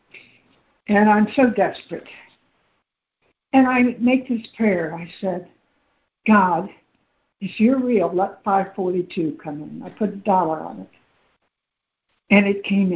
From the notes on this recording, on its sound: ACIM Daily Conference Call